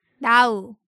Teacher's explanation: So if you kind of prepare for the sound and then you say it, then it might sound a little off. So in Korean, remember, it's much more abrupt and the consonant part is shorter.